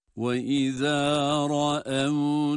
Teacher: izâ zel harfi peltek idi, tekrar hatırlatıyoruz